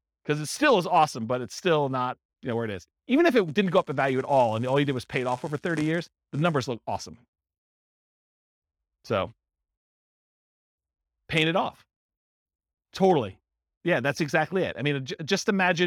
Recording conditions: live audience